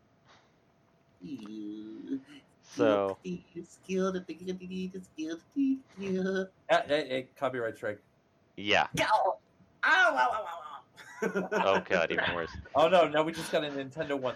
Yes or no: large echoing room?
no